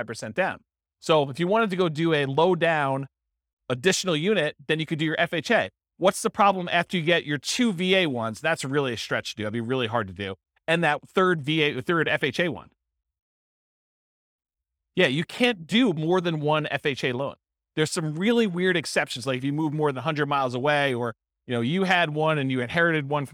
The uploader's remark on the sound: This was a live class recorded.